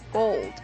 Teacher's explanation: 在这个双元音 O 后面呢还有一个舌侧音 L，而这个舌侧音 L 呢也是要读出来的